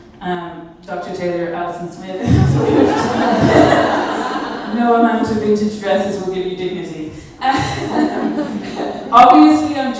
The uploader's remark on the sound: Youth 2000 Talk. This bonus episode is the recording of a talk I gave over this summer for the Youth 2000 summer festival on Catholic womanhood.